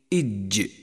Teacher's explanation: فتأمل الشدة في حرف الجيم مثلا عند قولك إج، لاحظ كيف امتنع جريان الصوت عند نطق حرف الجيم، فلا يصح أن تقول إج بل تقول إج.